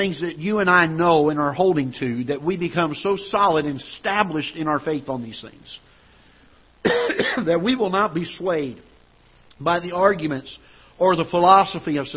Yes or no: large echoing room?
yes